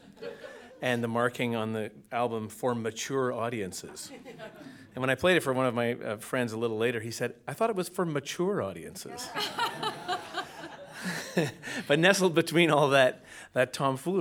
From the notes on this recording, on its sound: Recorded live, March 21, 2015